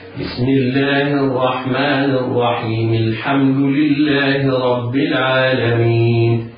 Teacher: إذا وصلنا البسملة بأول السورة سقطت الهمزة، هكذا بسم الله الرحمن الرحيم، الحمد لله رب العالمين. · Term: همزة وصل